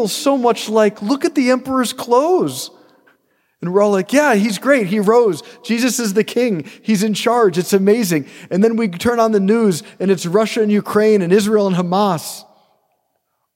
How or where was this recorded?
large echoing room